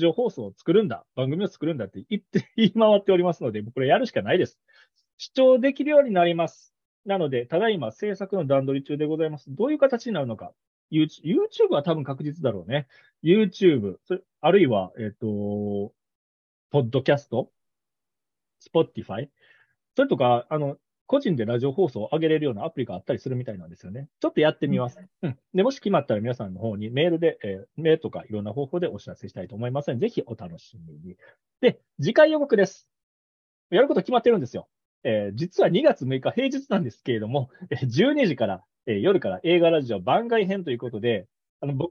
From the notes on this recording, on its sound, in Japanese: Zoomで1年くらい月イチで開催してきた企画。企画の形態はそのままに、収録したものを一部編集してお送りします。